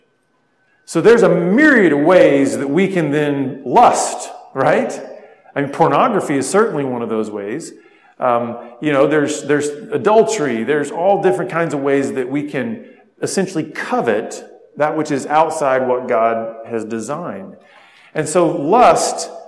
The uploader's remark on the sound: spoke at a men's conference